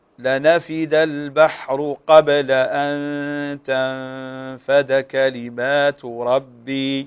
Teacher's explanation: طبعا الباء هنا في قبل مقلقلة